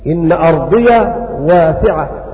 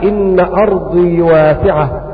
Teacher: قرأ بفتح الياء ابن عامر الشامي · Shown in: first take